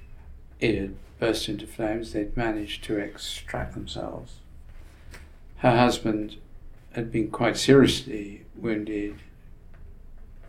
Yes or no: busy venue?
no